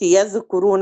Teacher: لو أنا قلت يذكرون على طول يبقى أنا قلقلت الذال